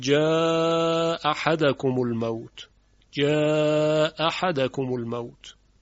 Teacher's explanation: وقتی دو همزه در کنار هم قرار میگیرن یکی از اونها رو ساقط میکنه، مثل جا احدو میشود جا احدکم الموت، جا احدکم الموت. · Term: اسقاط همزه